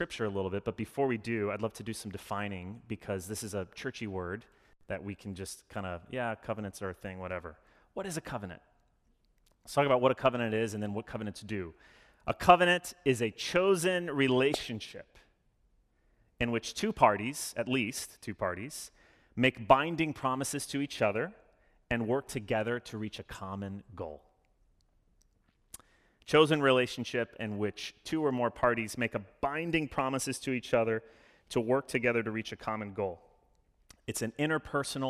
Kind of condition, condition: setting, large echoing room